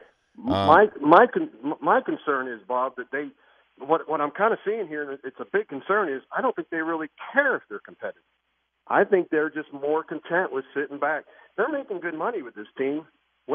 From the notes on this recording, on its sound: Phone calls from the fans